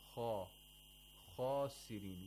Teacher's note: We have تَفْخِيم of the خَا at the highest level. Yeah. The thickness.